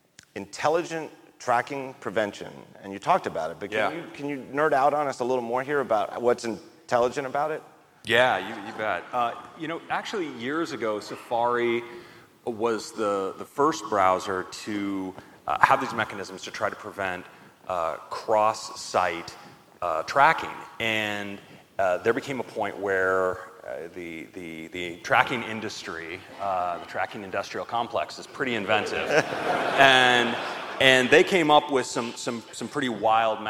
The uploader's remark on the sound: Live From WWDC 2017